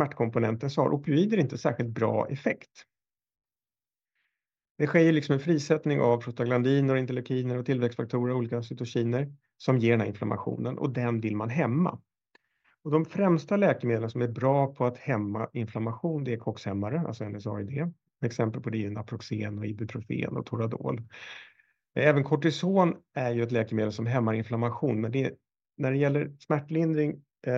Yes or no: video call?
yes